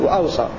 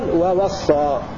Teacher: بهمزة مفتوحة بين الواوين مع سكون الثانية وتخفيف الصاد · Shown in: first take · وأوصى، وقرأ الباقون ووصى بفتح الواوين وتشديد الصاد بدون همز.